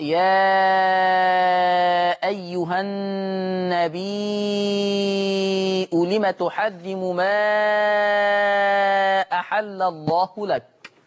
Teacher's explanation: لو تابعنا هكذا على الشاشة: النبي، حكم لفظ النبي، النبي بالهمزة فتقرأ النبي وتمد الياء مدا مشبعا اللي هو مد متصل ست حركات، فتقرأ يا أيها النبي لم تحرم ما أحل الله لك.